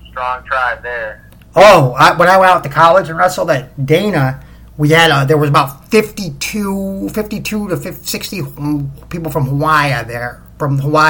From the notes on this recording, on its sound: The Audio will get fixed hopefully soon.